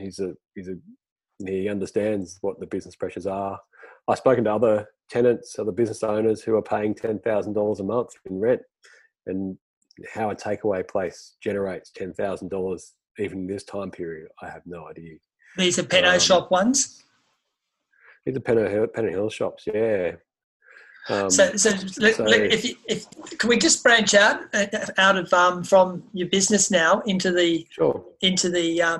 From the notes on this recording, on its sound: It have been recorded in zoom and unedited.